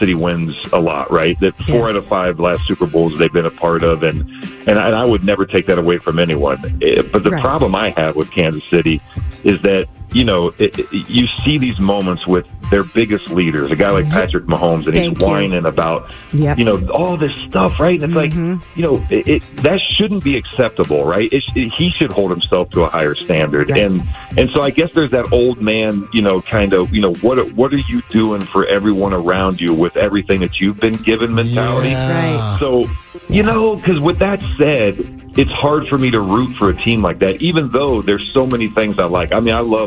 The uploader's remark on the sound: called into Morning MAGIC